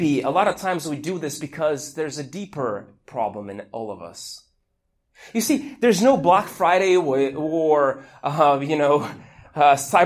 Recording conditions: large echoing room